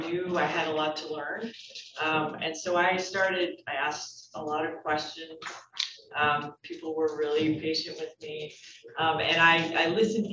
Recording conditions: video call